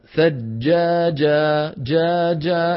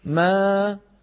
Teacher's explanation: طلعت الألف مرققة لأنه شو في قبلها؟ ميم مرققة